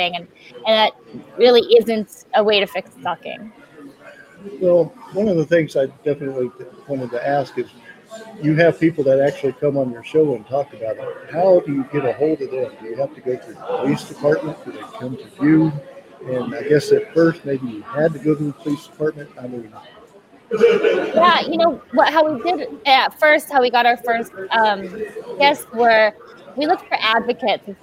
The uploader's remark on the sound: Live from DayGaCom